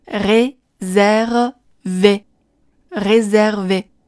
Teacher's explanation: 中间的 s 发的是 z 的音，因为它位于两个元音字母之间 · IPA: [rezɛrve]